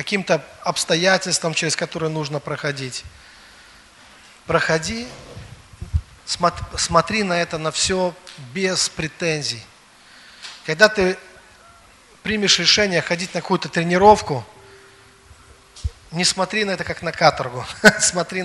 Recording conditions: large echoing room